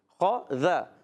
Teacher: زبان کا سرا اوپر کے دانتوں کے کنارے · Term: ذال